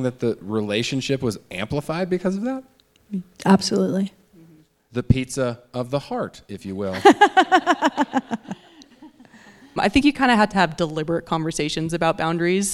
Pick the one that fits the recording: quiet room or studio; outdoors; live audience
live audience